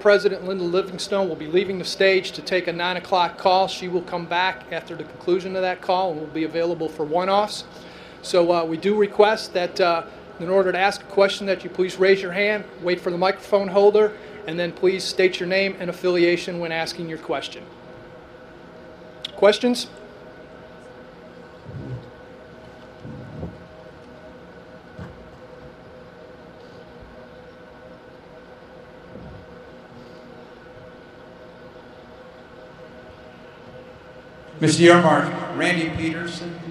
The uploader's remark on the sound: Full press conference. At media days.